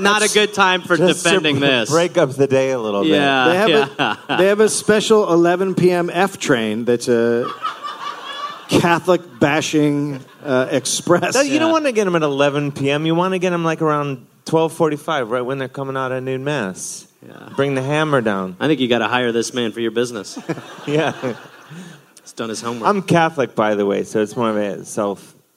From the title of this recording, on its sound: Live in NY